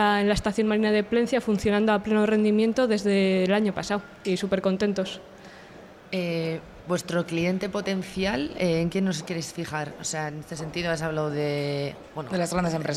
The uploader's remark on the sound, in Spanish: Tercero de los seis episodios especiales grabados en Bventure 2022, el mayor evento de emprendimiento de la zona norte.